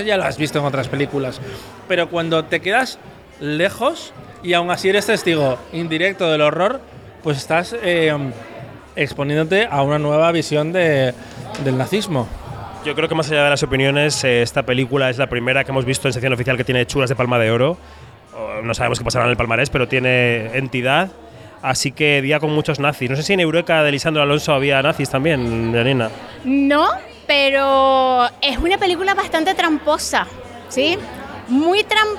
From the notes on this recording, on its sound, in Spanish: En el lounge de Campari, en pleno Palacio de Festivales. Kinótico Especial Festival de Cannes. Escuchamos los mejores momentos de la rueda de prensa...